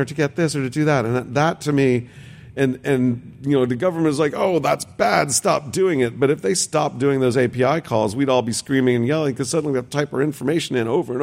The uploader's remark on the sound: This episode was recorded live at VidCon London.